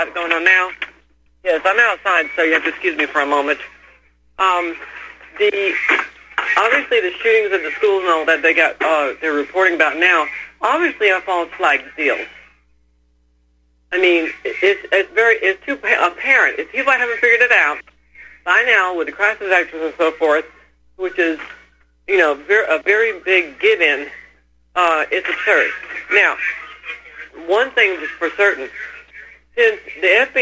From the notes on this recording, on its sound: opens phone lines to callers